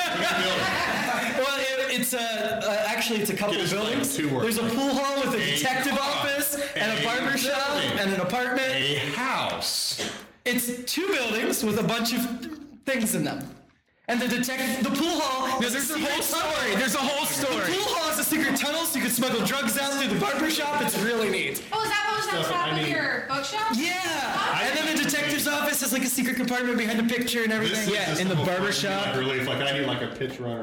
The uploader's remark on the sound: LIVE from PACKRAT COMICS! Recorded Live at Packrat Comics.